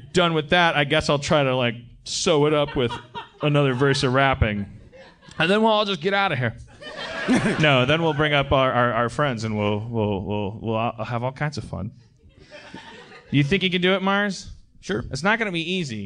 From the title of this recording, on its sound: LIVE from Austin, TX